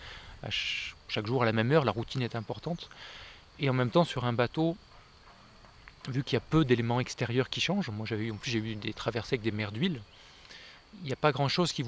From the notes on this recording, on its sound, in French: 8ème festival « LA MANUFACTURE D’IDÉES » près de Mâcon. Nous avons enfin réussi à nous croiser au beau milieu de la campagne bourguignonne. Au pied d’un cèdre dans le parc du château d’Hurigny et dans les vignes aux alentours.